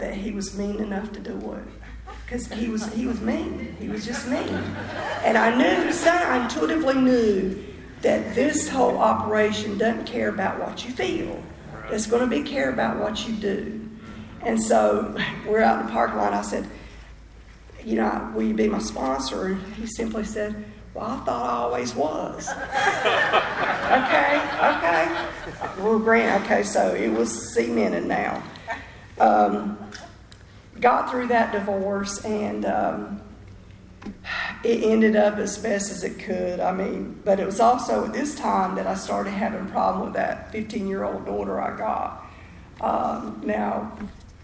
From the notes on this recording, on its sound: speaks at the 6th Annual Spring Into Action Conference in Sanford NC on Feb 4 2023